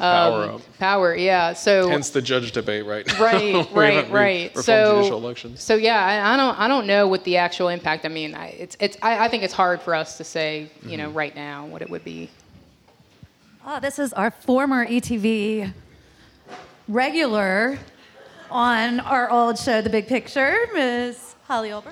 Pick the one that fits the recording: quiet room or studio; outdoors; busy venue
busy venue